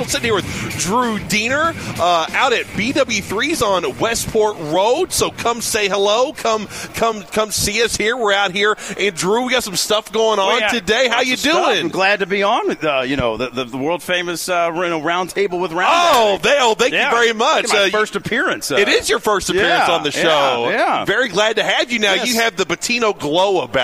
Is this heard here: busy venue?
yes